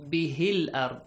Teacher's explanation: You do not say the hamzatul wasl. Al ard. It is hamzatul wasl is skipped because you joined the previous word. · When you're joining, the lam, which is sakin, it will be pronounced.